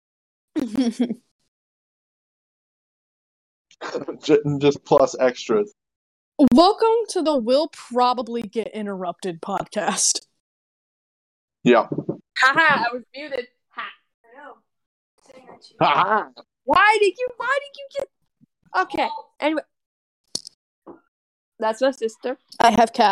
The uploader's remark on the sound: Sorry that the audio quality is so bad.